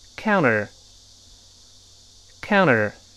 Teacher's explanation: 读快之后中间那个 t 自然会浊化，再来一遍。counter，counter。这种浊化不能用力，一定要轻。counter，这儿就是舌尖在上牙膛轻轻一扫，一弹射，像蜻蜓点水一样，一点就过去，可不能读成康嘚儿。康嘚儿不对，不能用力啊。Canner，Canner，这么一个声音。什么意思呢？To take action in order to oppose or stop something or